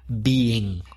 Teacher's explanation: Whereas with the present participle being, we normally make an effort to stress the fact that it's two syllables and pronounce the first one as E